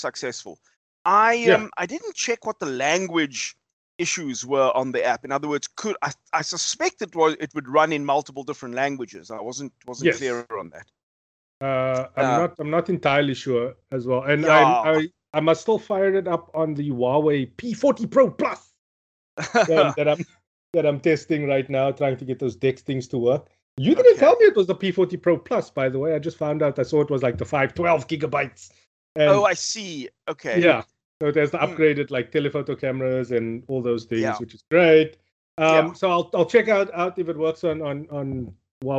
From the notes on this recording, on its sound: Recorded via Skype